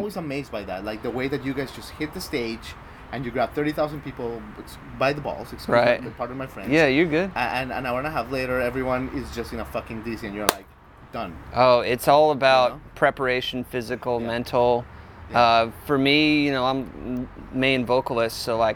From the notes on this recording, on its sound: On this special episode we come to you from Martinsville, VA, home of 'Rooster Walk Music & Arts Festival'